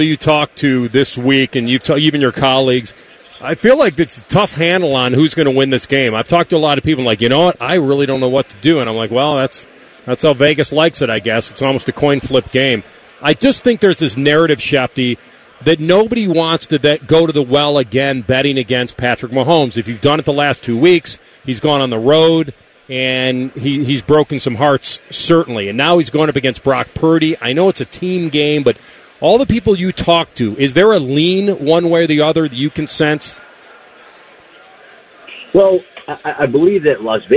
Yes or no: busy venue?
yes